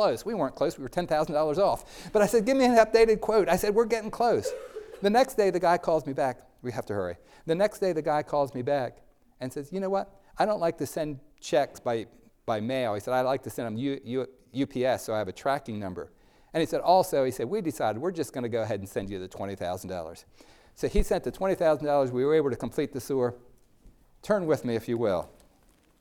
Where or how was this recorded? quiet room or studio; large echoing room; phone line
large echoing room